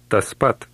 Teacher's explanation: The P in Lithuanian is pronounced less explosively than in English.